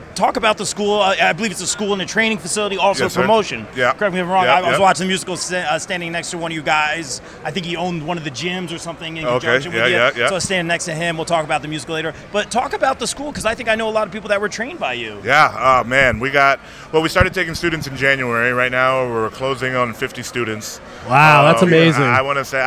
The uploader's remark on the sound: Joins the show LIVE at Baltimore Celebfest 5.